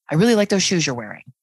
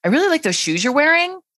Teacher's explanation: And it can sound a bit like you're ending a statement with a question. It's an upward pitch at the end of a declarative statement. · Shown in: second take · So you might say, with a downward inflection at the end, "I really like those shoes you're wearing." With upspeak, it would sound more like this. · Term: high rising terminal